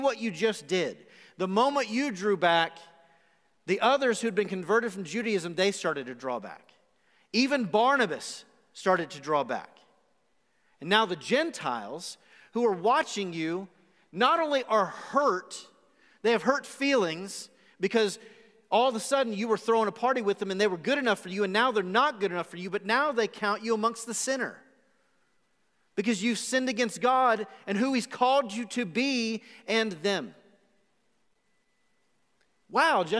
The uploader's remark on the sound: Recorded live on January 31, 2021 at The Fellowship at Two Rivers.